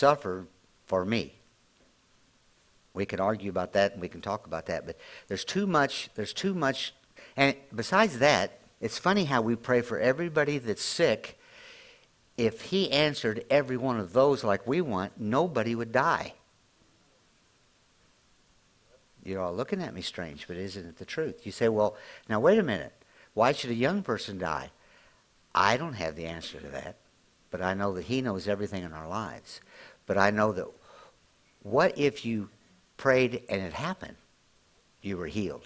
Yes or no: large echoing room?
yes